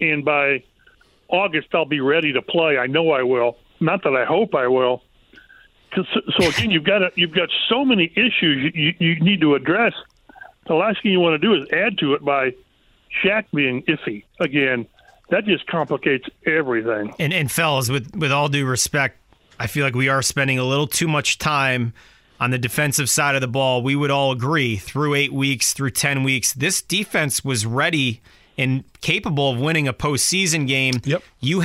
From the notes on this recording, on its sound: They receive a call from a listener. We go back to the phone lines with a caller.